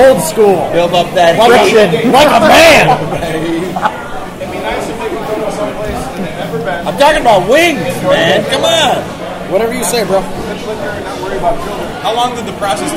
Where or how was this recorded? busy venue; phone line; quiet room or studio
busy venue